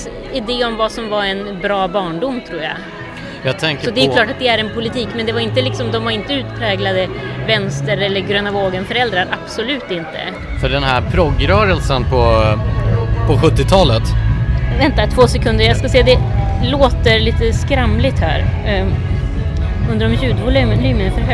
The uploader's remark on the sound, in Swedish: på Friends arena och ser finalen av Melodifestivalen.